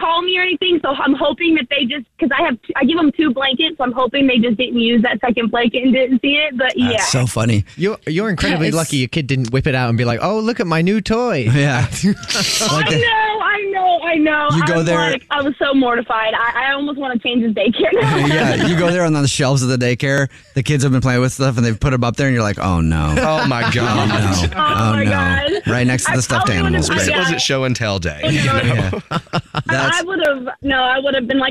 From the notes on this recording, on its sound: The mommy on the phone has a Dirty Little Secret about what she left in her diaper bag!